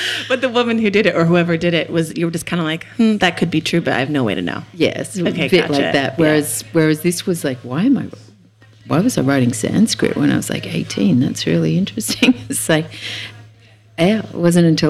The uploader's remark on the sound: Live from Habitat in Byron Bay